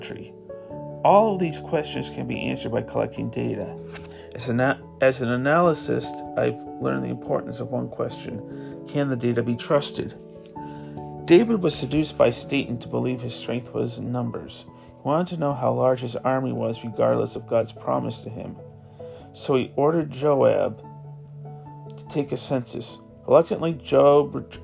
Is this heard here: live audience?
no